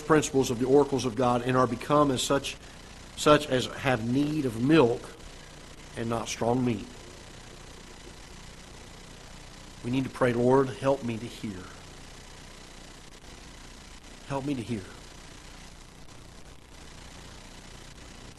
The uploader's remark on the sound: Ketha Heights Baptist Church ~ Live Broadcast